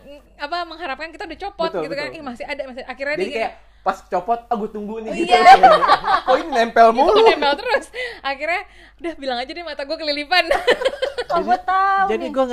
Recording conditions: background noise